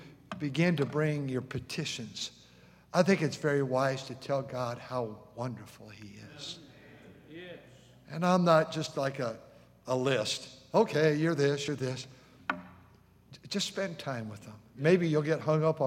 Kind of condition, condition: setting, large echoing room